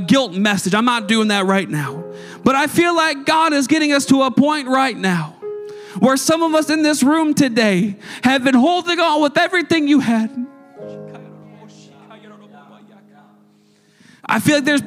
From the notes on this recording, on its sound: a service recording from Connect Point UPC